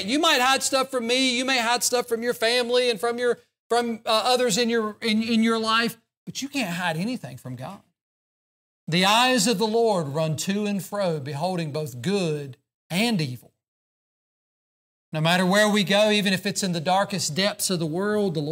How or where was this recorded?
large echoing room